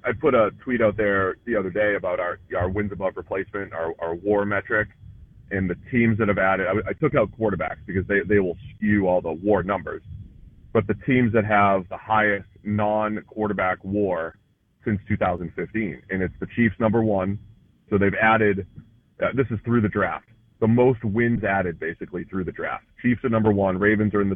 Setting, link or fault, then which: link, phone line